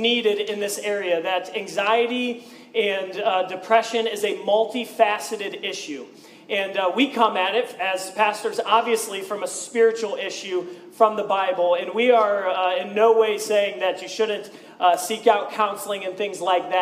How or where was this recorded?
large echoing room